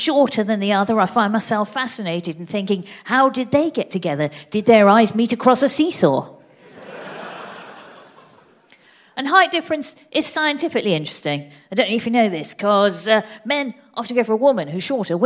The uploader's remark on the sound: the best bits of their recent live shows, performed at London’s Bloomsbury Theatre